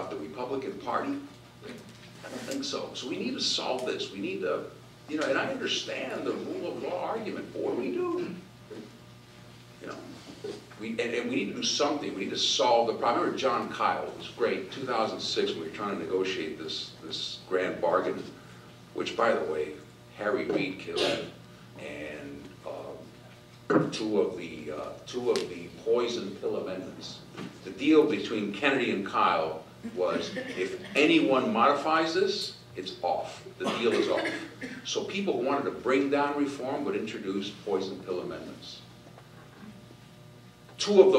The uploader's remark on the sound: WASHINGTON, D.C. In a Keynote Address to a legislative symposium hosted by The Ripon Society. Addresses The Ripon Society's 4th Annual Symposium On Leadership.